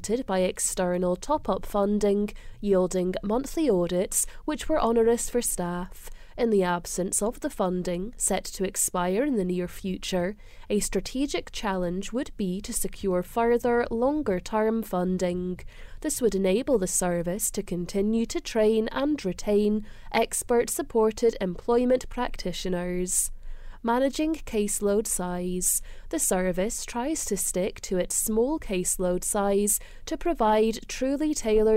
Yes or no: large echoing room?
no